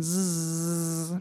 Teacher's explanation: Das stimmhafte S klingt ein bisschen wie ein Summ. Wenn ihr euch die Hand einmal vorne auf den Hals legt und ein Zzzz macht, könnt ihr spüren, wie es ziemlich doll vibriert im Hals.